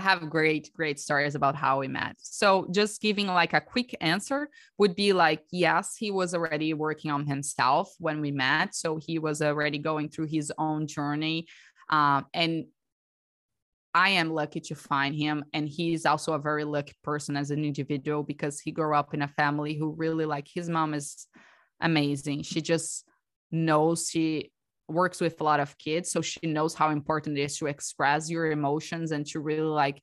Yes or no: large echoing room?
no